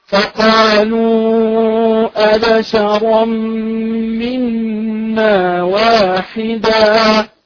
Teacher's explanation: فعند الوقف نستبدل التنوين المنصوب بألف المد، وهنا المد مد عوض